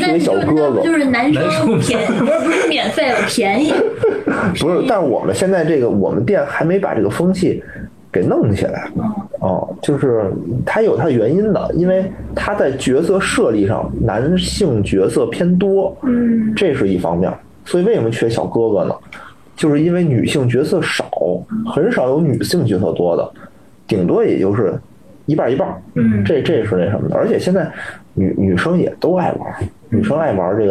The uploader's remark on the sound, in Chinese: 本周加更一期直播节目，音质一般，多担待。